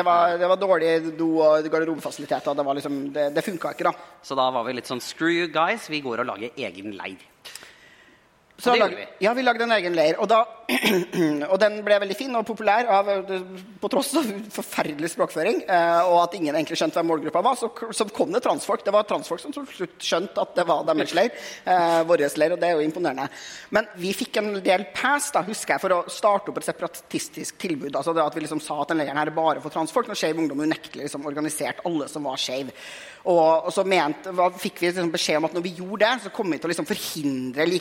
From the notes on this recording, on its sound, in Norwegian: Live fra Arctic Pride